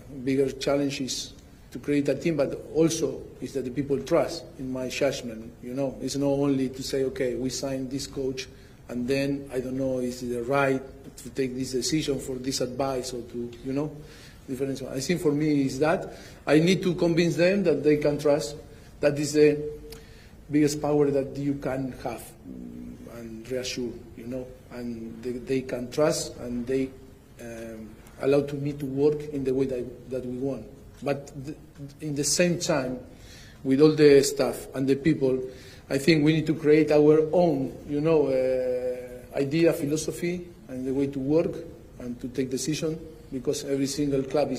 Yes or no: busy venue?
yes